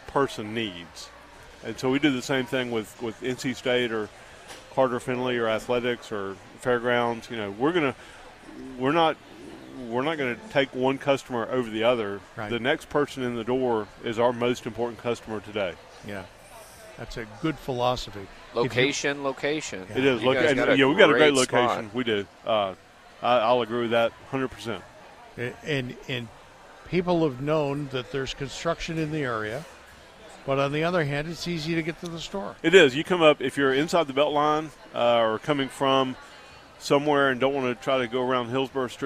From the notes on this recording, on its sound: Broadcast live from the North Carolina Outdoor Living Show.